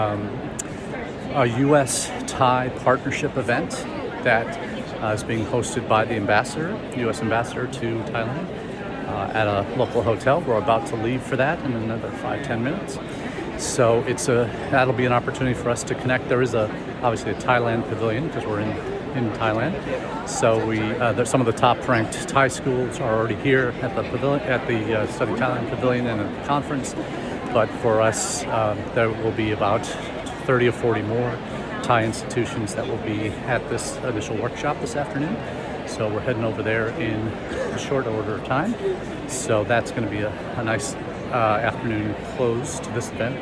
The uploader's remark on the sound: Our #intled #livechat comes to you this week from the #APAIE2023 Conference in Bangkok, Thailand. Over 2400 intl educators from across the world have come together to connect for partnerships and more.